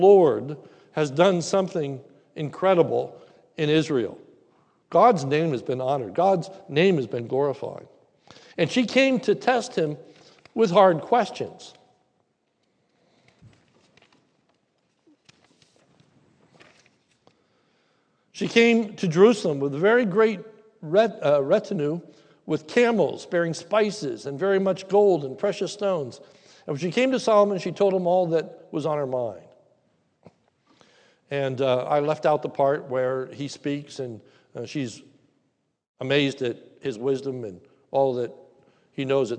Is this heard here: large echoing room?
yes